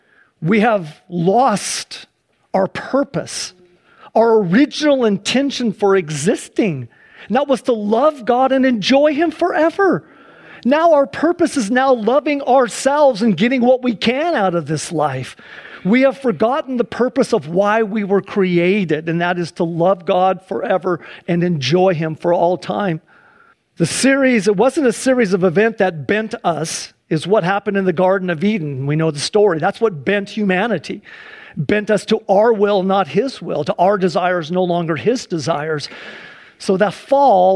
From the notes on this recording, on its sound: Please enjoy this Sunday church service livestream